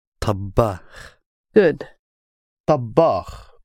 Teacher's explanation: we're hanging around now on the b because we've doubled it. We've doubled the middle one.